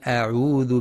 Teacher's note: ينتبه القارئ لتحقيق همزة القطع في أعوذ وترقيقها